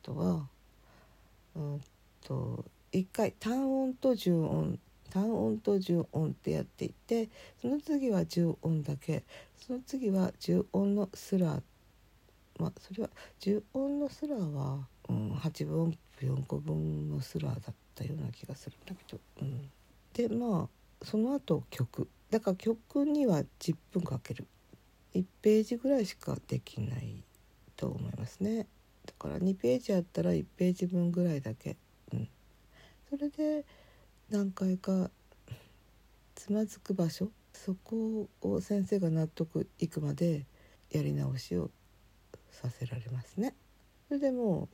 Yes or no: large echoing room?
no